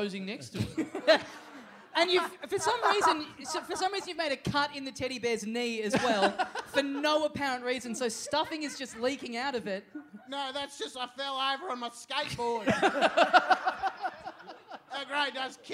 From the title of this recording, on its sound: Live!